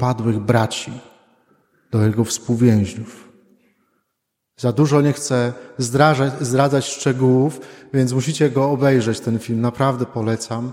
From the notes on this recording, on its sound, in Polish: Wigilia Paschalna. Nagrania homilii i kazań wygłoszonych w parafii WNMP w Opolu Gosławicach.